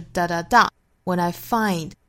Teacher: ….首先我们来做英音的一遍讲解。When I find myself in times of trouble,首先我们来看第一个词就是 when 这个词。这个词呢它也是虚词，所以在句子里头我们读的时候呢把更多的力气放到后面的实词上，放到这个动词 find 上